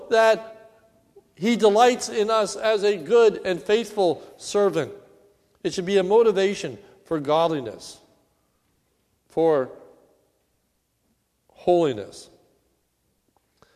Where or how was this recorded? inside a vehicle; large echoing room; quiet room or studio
large echoing room